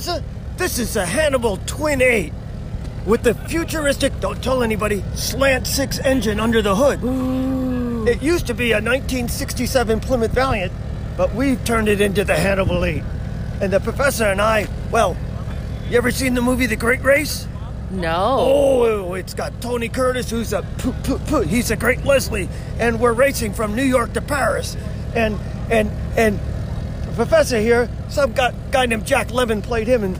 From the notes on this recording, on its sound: Pre-rally Morning Interviews. Interviews some of the teams immediately surrounding our care at the Rally launch point. She recorded it as a voice memo on her phone and we don't really know what was going on but it took a long time to get this audio to where it needed to be. Technology in a moving vehicle is hard.